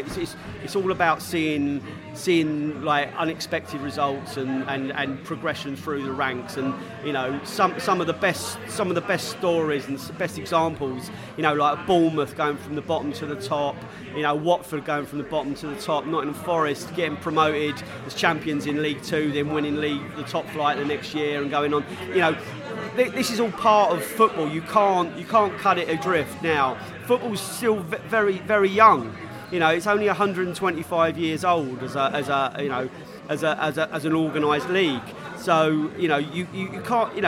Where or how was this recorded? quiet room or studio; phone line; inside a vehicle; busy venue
busy venue